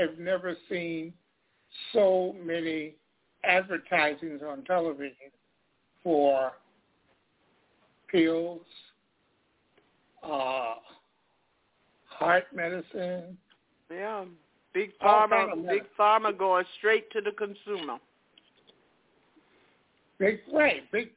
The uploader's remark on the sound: Live & Call-In